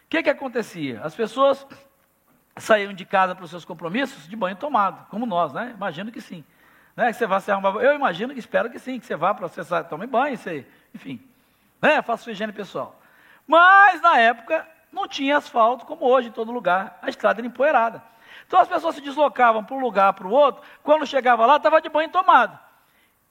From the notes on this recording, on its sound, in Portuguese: Celebração ao vivo